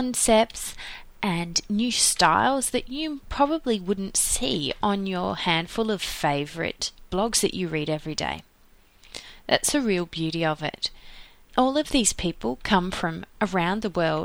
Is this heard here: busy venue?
no